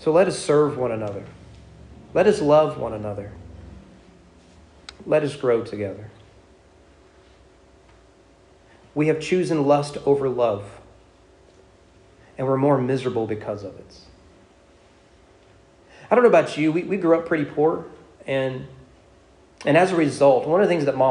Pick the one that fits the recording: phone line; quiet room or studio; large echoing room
large echoing room